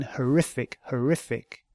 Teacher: Again, horrific, horrific, stresses on the second syllable, not the first